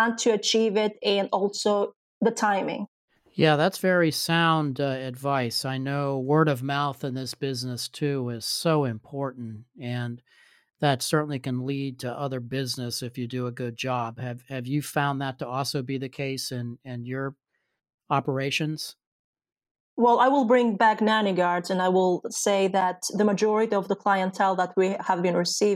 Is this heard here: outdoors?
no